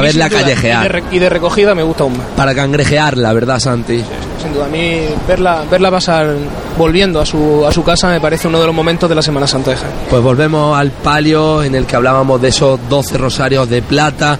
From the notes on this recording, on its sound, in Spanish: Pasión en Jaén. Domingo de Ramos Tarde 2014. Llega la Cruz de Guía de la Estrella. Primeros sonidos del Paso de Misterio de Ntro.